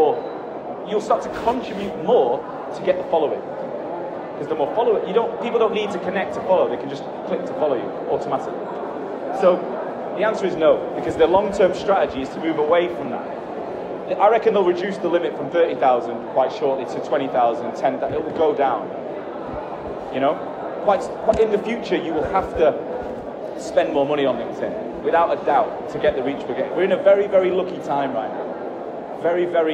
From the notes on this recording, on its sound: In this episode, it's going to be me talking on stage in Germany, in Frankfurt. The sound quality is not as good as normal because I was on stage during that talk.